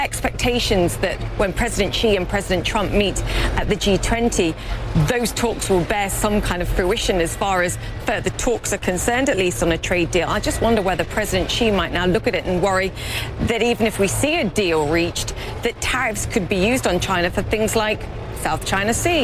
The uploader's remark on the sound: live from the New York Stock Exchange